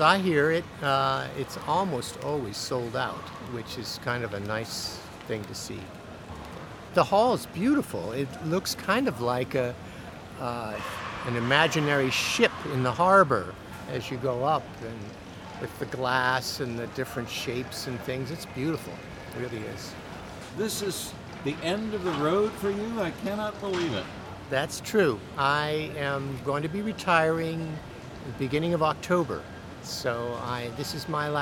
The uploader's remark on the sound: The … is traveling from Hamburg to Essen where they'll be staying for the next few days. Called in from the train.